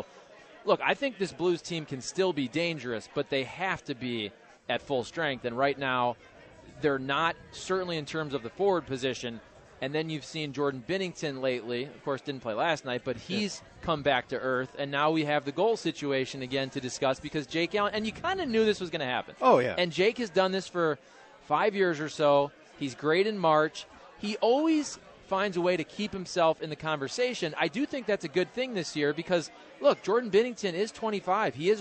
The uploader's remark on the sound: Broadcasting live from Maggie O'Briens.